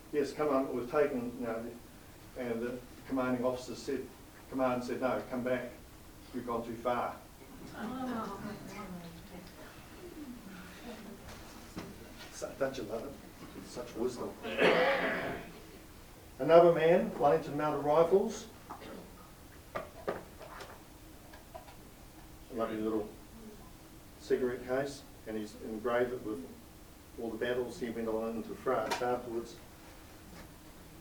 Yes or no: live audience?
yes